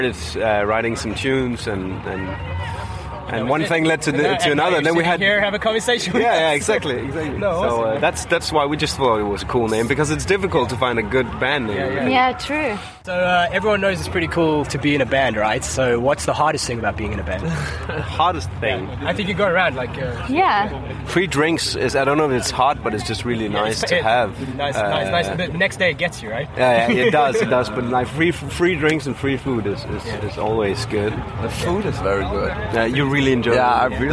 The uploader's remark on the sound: Comes to you straight from our time at the Devilstone festival in Lithuania. The crazy drunk polish dudes who stopped by halfway through the interview.